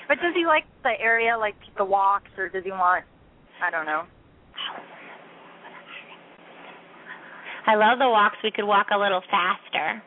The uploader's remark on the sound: open up the lines for listeners to call